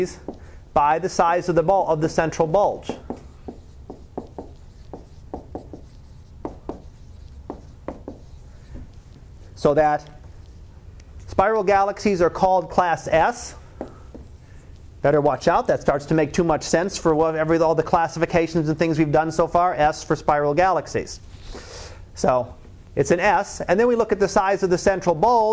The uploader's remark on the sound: Live Class Lecture